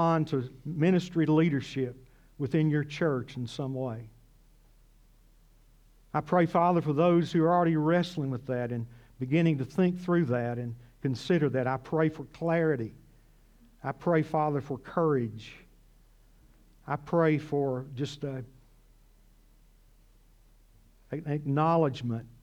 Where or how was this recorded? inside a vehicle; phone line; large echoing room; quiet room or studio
large echoing room